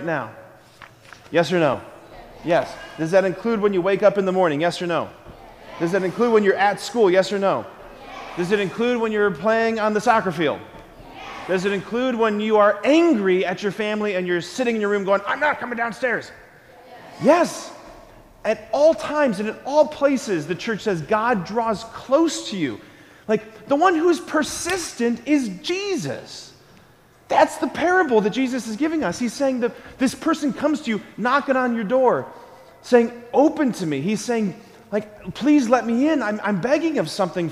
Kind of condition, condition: setting, large echoing room